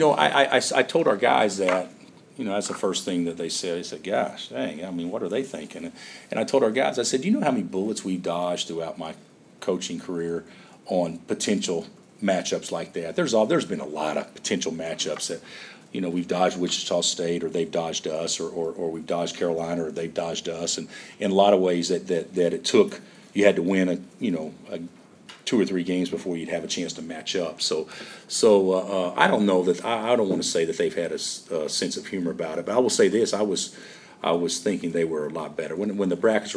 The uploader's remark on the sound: Press Conferences & Post-Game Interviews